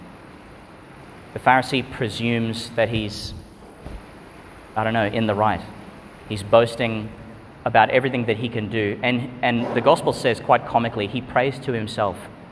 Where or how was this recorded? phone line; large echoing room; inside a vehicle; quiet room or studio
large echoing room